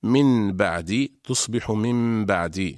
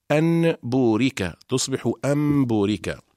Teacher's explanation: القلب لغة هو تحويل الشيء عن وجهه، أما اصطلاحا فهو قلب النون الساكنة أو التنوين عند الباء ميما مخفاة بغنة · Term: حكم القلب